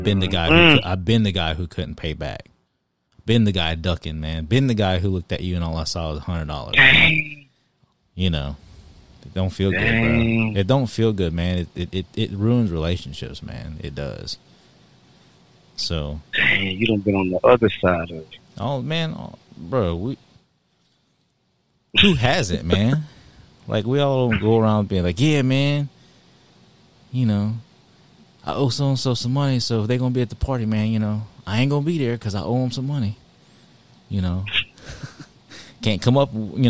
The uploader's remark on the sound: Run some conversation over the phone. Please bear with us on the audio quality.